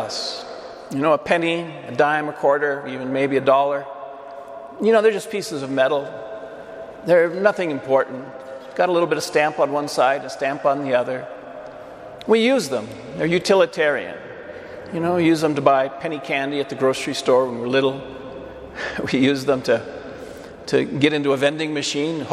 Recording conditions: large echoing room